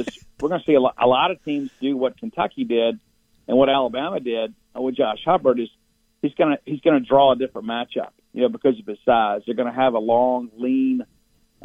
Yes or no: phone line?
yes